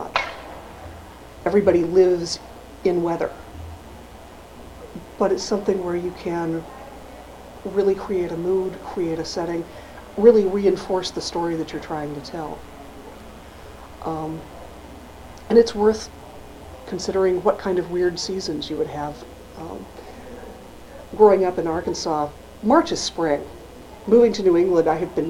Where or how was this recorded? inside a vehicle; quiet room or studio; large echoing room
large echoing room